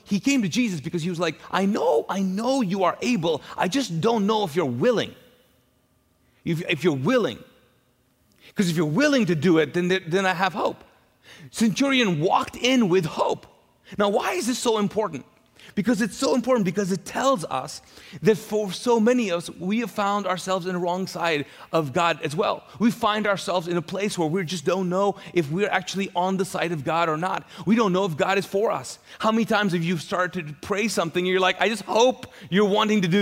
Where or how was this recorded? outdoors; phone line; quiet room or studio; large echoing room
large echoing room